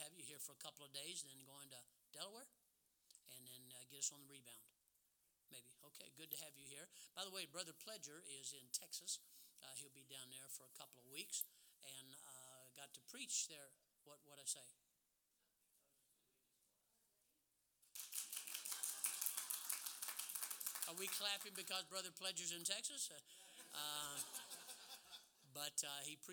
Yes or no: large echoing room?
yes